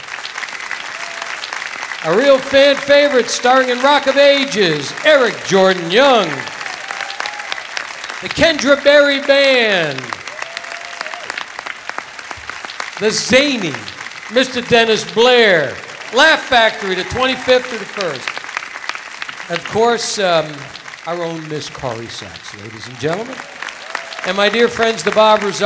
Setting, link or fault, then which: setting, busy venue